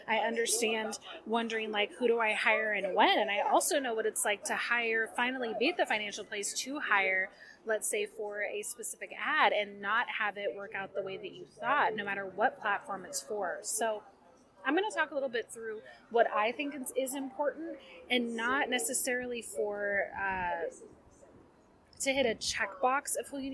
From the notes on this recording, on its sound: Warning: this episode is noisy! I was at a local coffee shop + despite my many attempts to put noise reduction filters on, it's still noisy as heck.